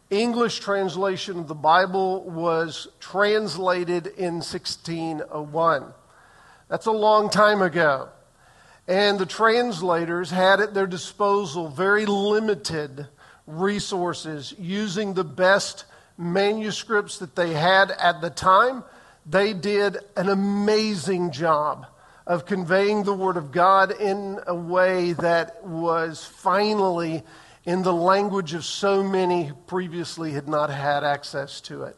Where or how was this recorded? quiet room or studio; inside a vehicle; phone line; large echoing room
large echoing room